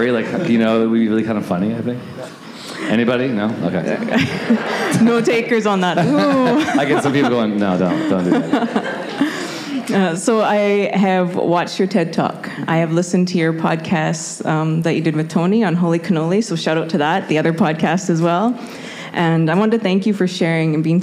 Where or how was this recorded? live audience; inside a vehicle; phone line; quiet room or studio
live audience